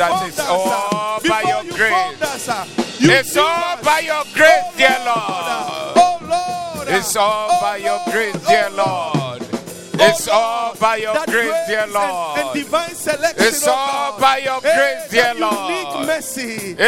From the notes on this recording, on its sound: Preached at the Doxa Service 03092023